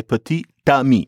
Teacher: the T that's only in the spelling, you have to pronounce it · Term: liaison